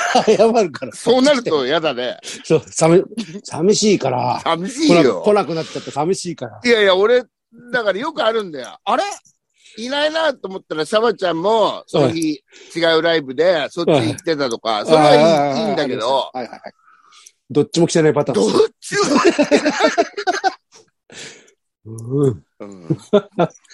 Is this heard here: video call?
yes